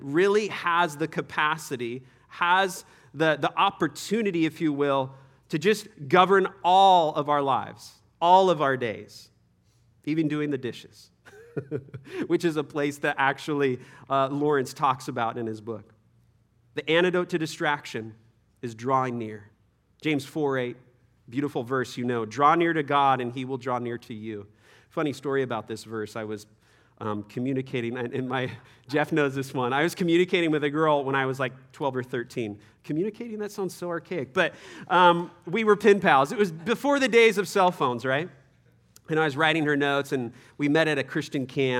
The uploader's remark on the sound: Third session at our 2023 Men’s Conference